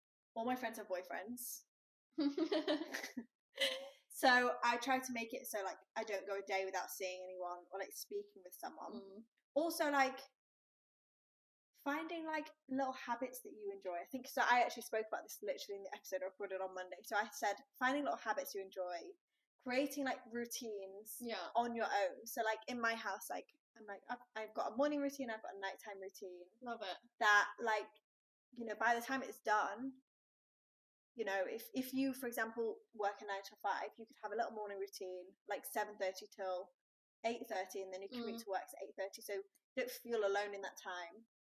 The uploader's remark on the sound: apologies about the audio quality, that's a little up & down in this episode